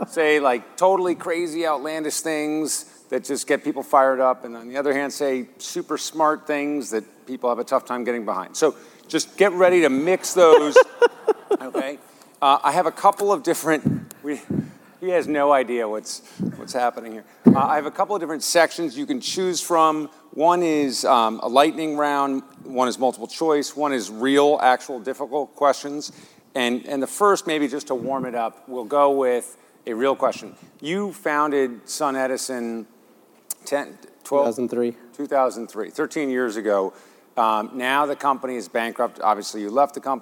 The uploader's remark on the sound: The best of live interviews from GreenBiz events.